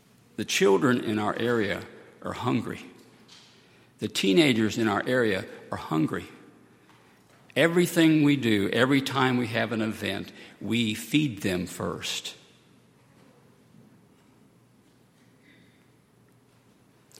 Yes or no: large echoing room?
yes